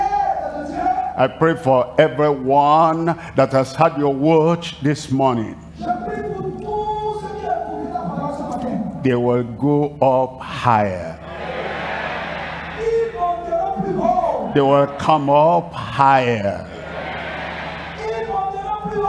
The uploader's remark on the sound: live from Lomé, Togo